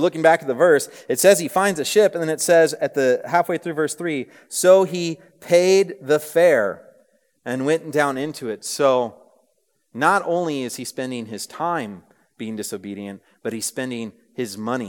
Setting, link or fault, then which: setting, live audience